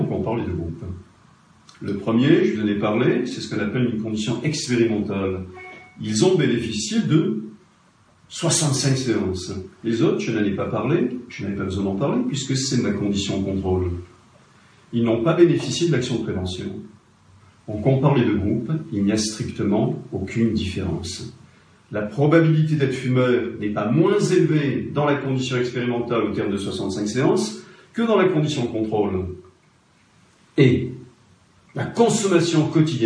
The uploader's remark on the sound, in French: Format: Original Recording. Notez que l'audio ne remplit pas toutes nos exigences de qualité.